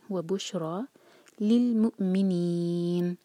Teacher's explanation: نون کو ساکن کر کے رکیں گے، تو یہ مد عارل سکون، اور نون کی آواز کو غائب نہ ہونے دیں، اچھے سے نون کو ادا کر کے رکیے گا.